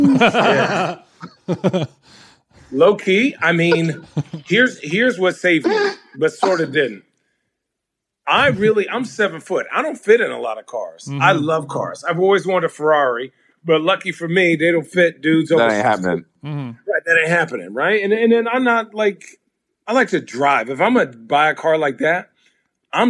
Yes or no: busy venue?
no